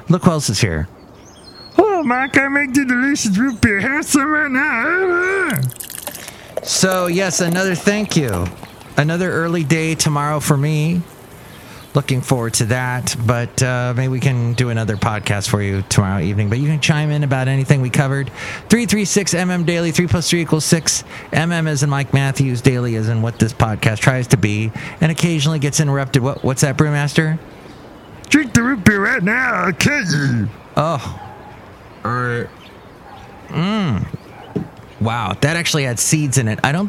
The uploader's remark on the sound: Podcasts live from Cafe Anyway.